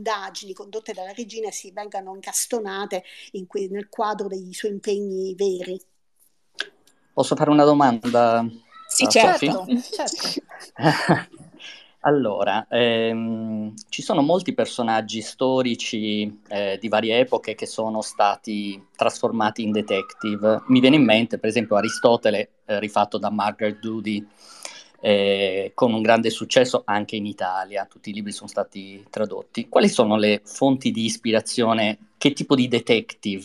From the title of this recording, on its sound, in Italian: Live su Twitter Spaces